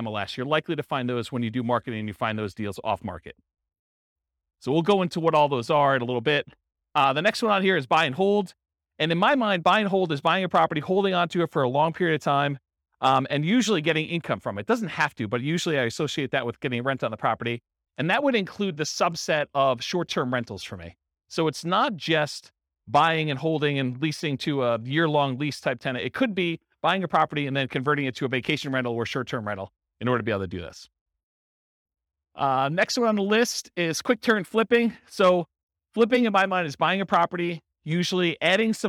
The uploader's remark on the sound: This was a live class recorded to give investors a solid qualitative overview of all the different real estate investing strategies. The live in-person version.